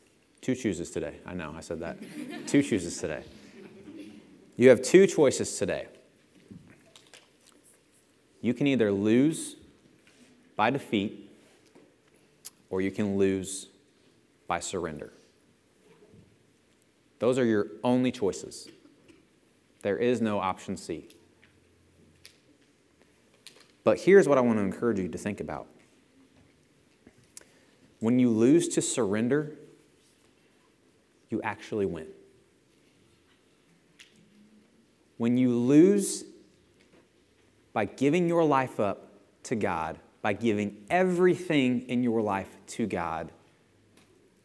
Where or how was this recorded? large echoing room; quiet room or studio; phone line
large echoing room